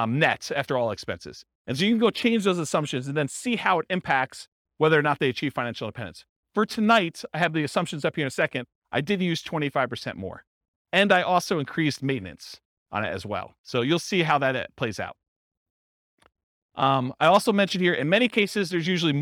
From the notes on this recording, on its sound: This was a live class recorded